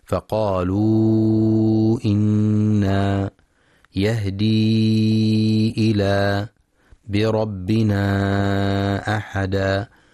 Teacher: وينتبه القارئ للمد المنفصل الذي تكرر ثلاث مرات في هاتين الآيتين